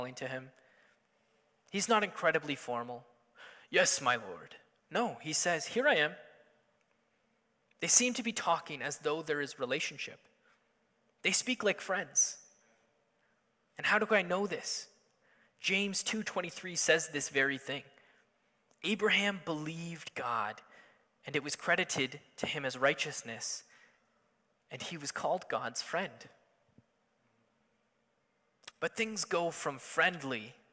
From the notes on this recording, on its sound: Sunday Morning Service